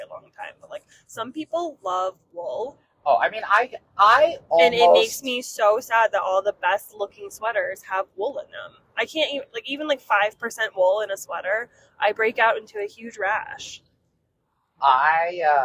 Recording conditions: inside a vehicle